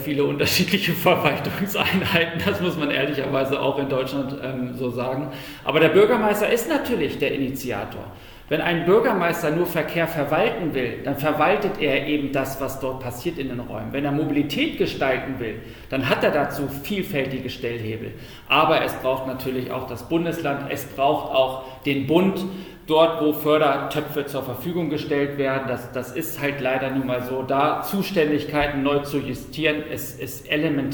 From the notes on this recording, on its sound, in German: Die Diskussion wird zur Hypermotion Frankfurt im Rahmen eines Panels